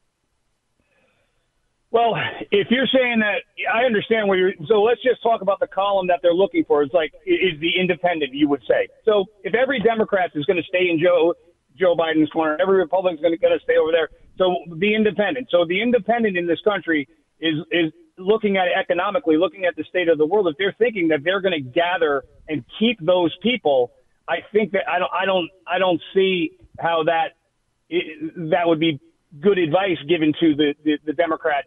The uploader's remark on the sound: This hour is all RANTS, phone calls and fun!